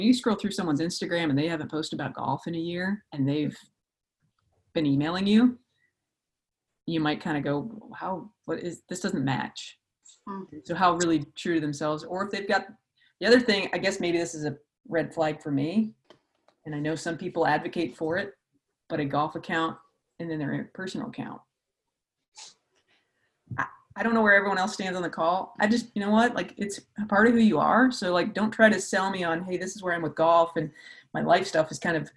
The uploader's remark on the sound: Huddle Up and Listen Up series of virtual coach panels. You can hear the audio version of that conversation here on the Tap In To College Golf podcast.